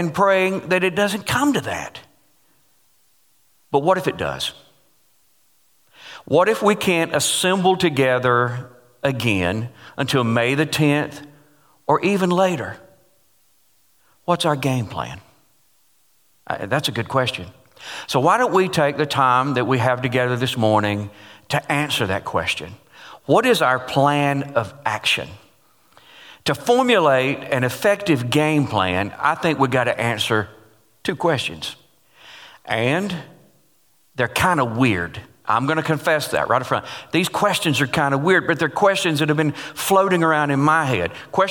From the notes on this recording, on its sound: Taken from GCC Live: March 22